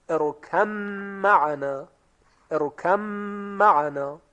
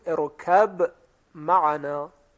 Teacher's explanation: قلقله حرف با ظاهر می شود با ساکن · Shown in: second take · ارکب معنا و سپس میم تلفظ میشه، ارکب معنا. · Term: اظهار